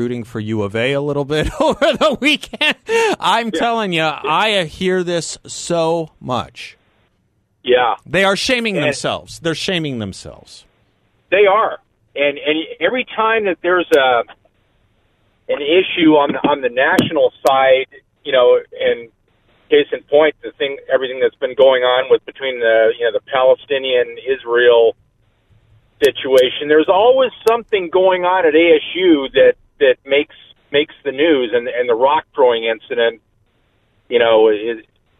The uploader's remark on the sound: Joins the show by phone.